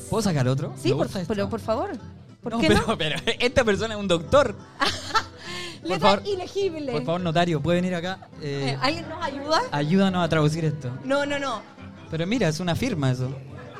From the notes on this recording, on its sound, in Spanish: (SHOW EN VIVO) desde The Barrie - Sydney. Por primera vez hicimos un capitulo completamente en vivo junto a todos ustedes en Sydney.